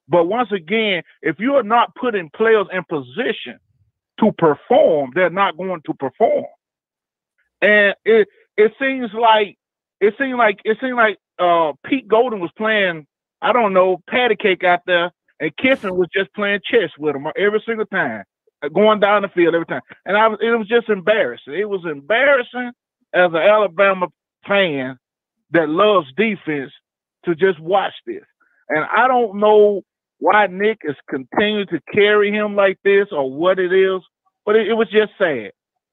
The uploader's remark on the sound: Post Game Call In Show